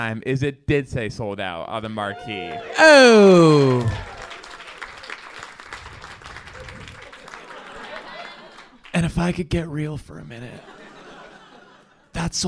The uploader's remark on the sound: Live from the Dynasty Typewriter